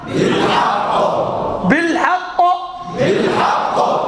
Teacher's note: نحبوا القاء شنو؟ شديدة إذا انفجار